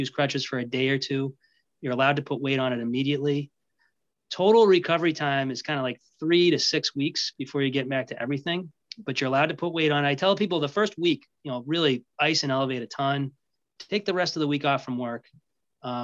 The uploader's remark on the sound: in this LIVE webinar!